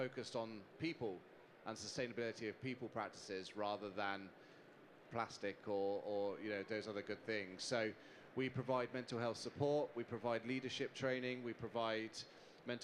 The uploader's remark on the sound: Live from the Restaurants Canada Show. In a 'fire side' chat. Recorded live from the show.